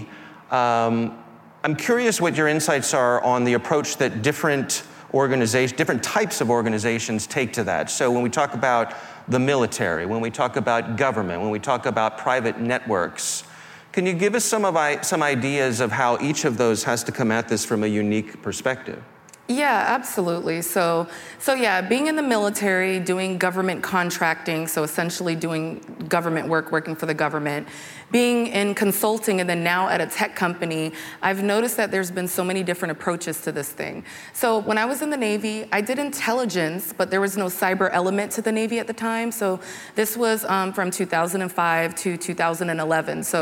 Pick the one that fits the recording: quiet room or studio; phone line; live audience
live audience